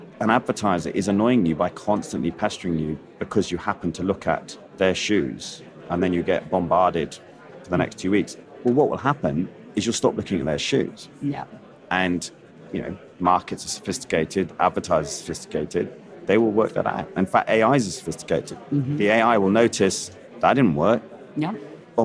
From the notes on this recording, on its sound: live from the floor of our 20th Pan-European Strategic Decisions Conference